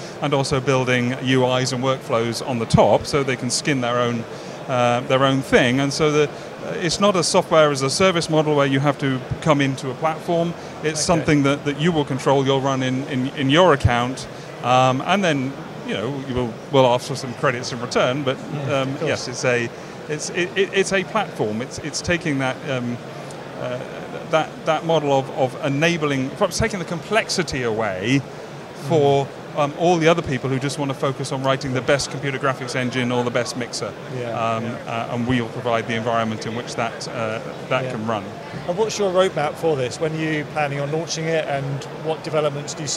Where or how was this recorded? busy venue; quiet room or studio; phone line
busy venue